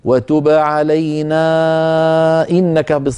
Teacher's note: إن وصلتي وتب علينا إنك يصير المد مدا منفصلا